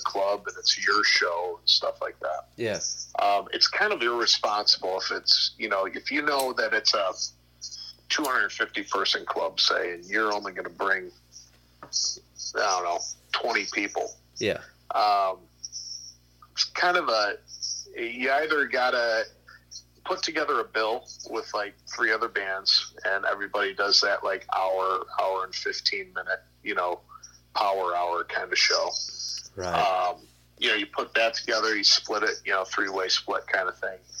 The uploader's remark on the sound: burnt the phones lines down